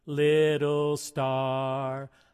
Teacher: One thing we'll focus on is the soft T, which sounds like a D